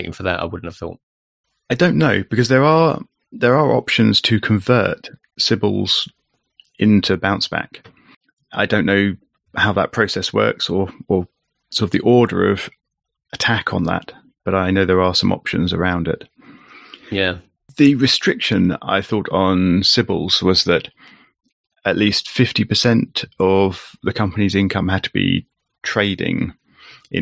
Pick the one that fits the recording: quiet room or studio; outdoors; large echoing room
quiet room or studio